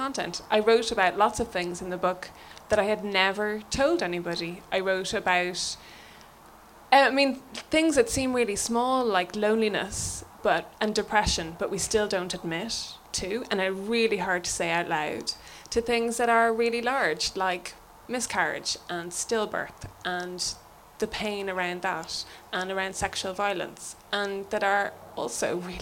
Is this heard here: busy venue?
yes